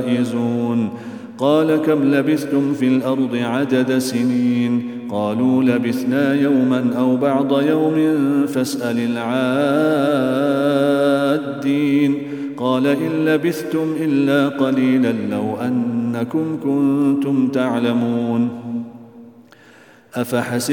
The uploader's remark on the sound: Day 17 - Ramadan Daily Quran Recitation -. At the Houghton Masjid (West Street).